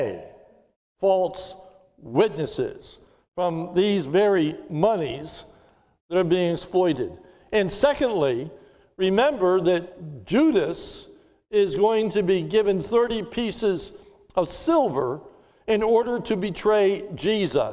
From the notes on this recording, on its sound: This is a sermon recorded live on Palm Sunday, 03/28/2021 at the Lebanon Bible Fellowship Church in Lebanon, PA during the morning servicwe